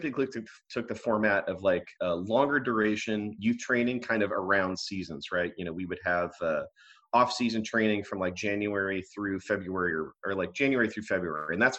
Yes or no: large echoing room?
no